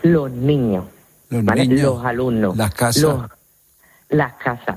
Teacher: en lugar de pronunciarla con la S, lo que hacemos es aspirarla · Term: la aspiración